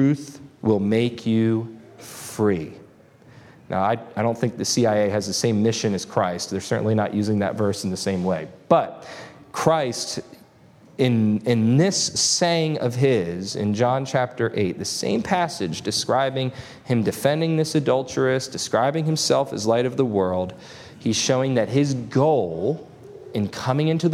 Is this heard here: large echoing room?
yes